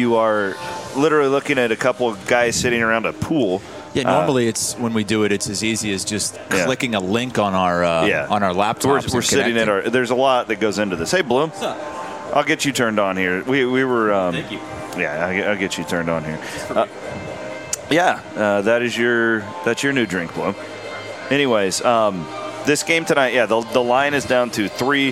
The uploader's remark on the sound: Cy-Hawk preview from Stadium Swim. Live from Vegas at Circa's iconic Stadium Swim.